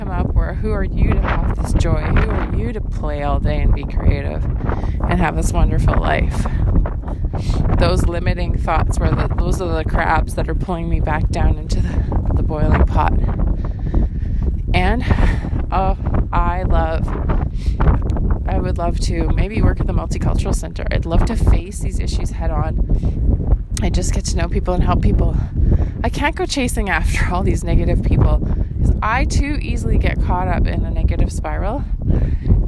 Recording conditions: wind noise